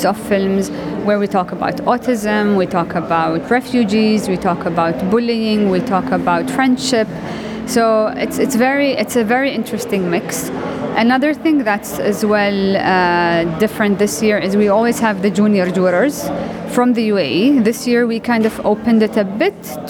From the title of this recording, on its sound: Sharjah International Film Festival for the Children and the Youth 2023 Press Conference